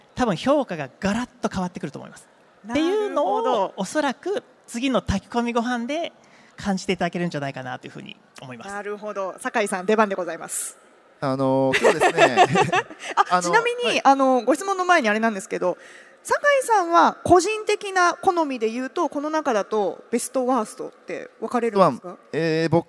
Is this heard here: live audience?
yes